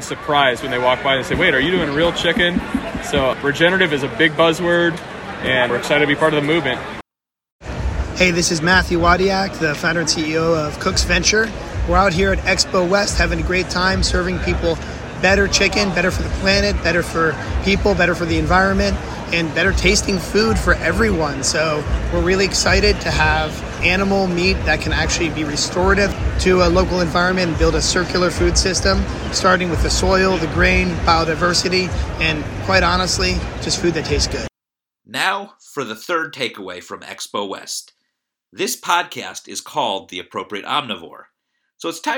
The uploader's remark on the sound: sound bites taken on the floor of Expo West